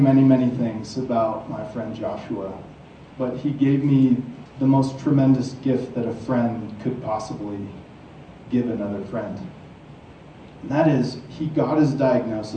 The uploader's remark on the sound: From the stage at Montana Tech.